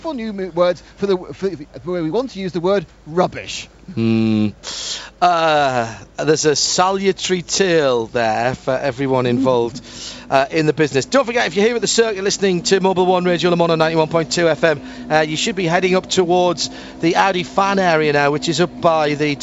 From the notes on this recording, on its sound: Live from Le Mans.